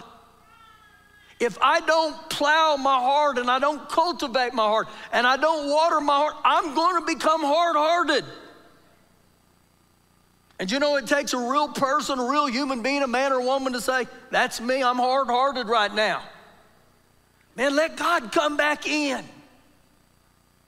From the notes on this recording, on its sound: Recorded live during our Sunday morning service